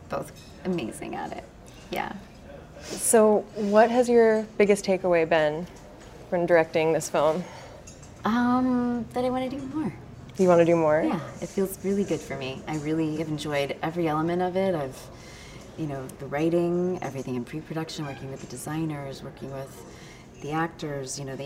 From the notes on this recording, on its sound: chats with us at the 2016 Portland Film Festival